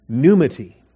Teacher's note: stress the first syllable